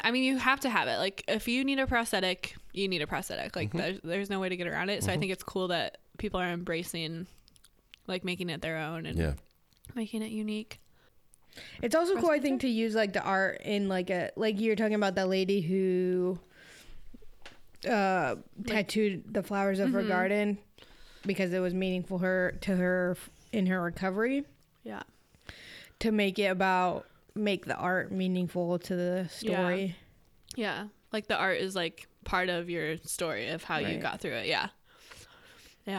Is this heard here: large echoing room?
no